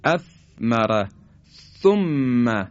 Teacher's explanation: این سه حرف در حقیقت اصطلاحا میگن نوک زبانی هستن، یعنی نوک زبان با سر به اصطلاح زبان ما برخورد میکنه با لبه دندانهای صنایای بالا، مماس میشه و این سه حرف تولید میشه